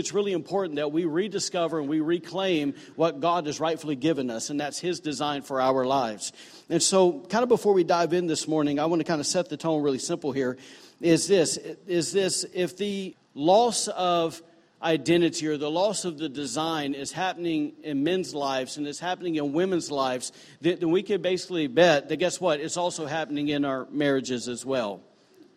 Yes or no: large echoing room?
yes